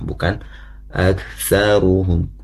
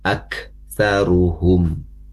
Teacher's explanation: Jadi ada, bisa dirasakan ada hembusan napas ya, keluar ak saruhum ya, bukan aksaruhum ya, sempurnakan napasnya ya, karena hak dari sifat apa dari huruf kaf ini memiliki sifat hames, yang mana hames itu dari segi napas mengeluar itu berhembus napas sedikit · Shown in: second take